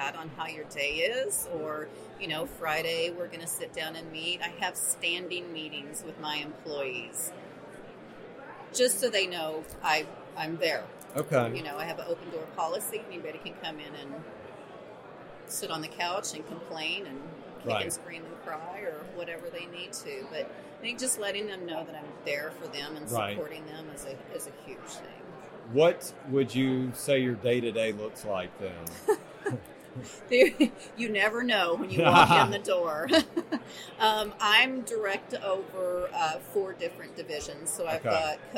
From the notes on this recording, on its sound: Live From Orlando. At the Medical Practice Excellence: Financial and Operations Conference in Orlando.